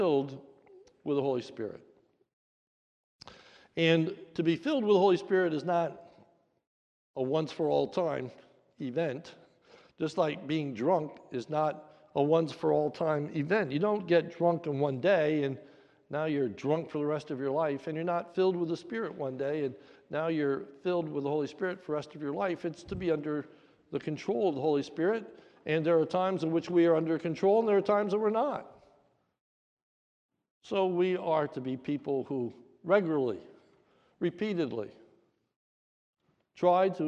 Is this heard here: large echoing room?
yes